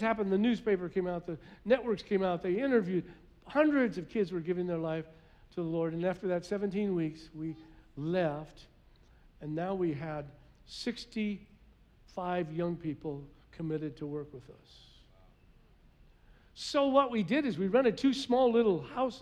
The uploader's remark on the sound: was preached on November 21st at the 11:30AM service